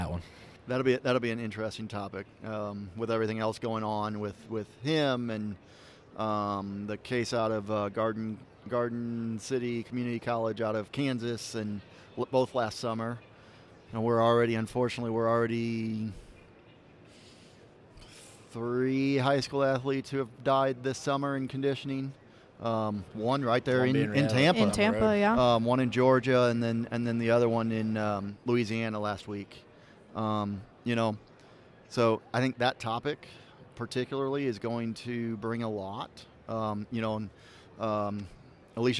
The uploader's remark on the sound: live from NATA 2019